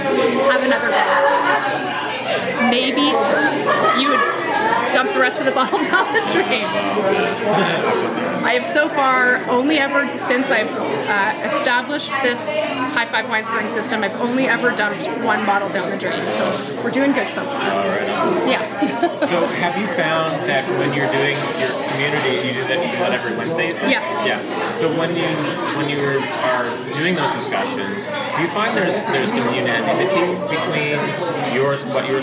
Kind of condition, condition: fault, background noise